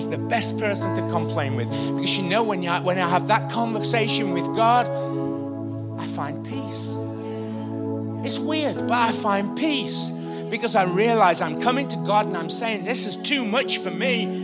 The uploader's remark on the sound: Recorded live at the Chesterfield Campus this is the message from the morning service on the 23rd February 20.